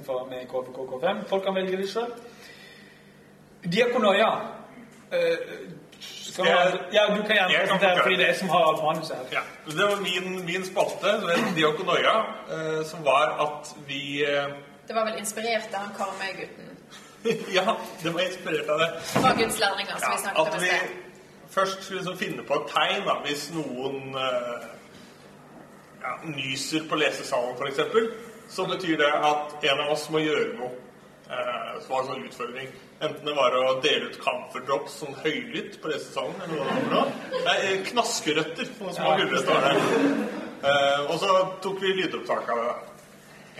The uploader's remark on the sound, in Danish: LIVE fra Oslo-forbundet. Publikum og god stemning.